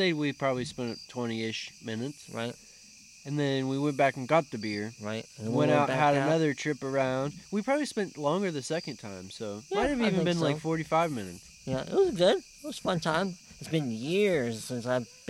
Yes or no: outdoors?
yes